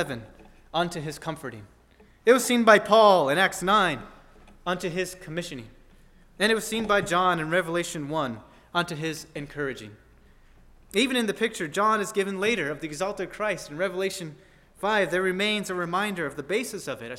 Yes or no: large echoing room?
yes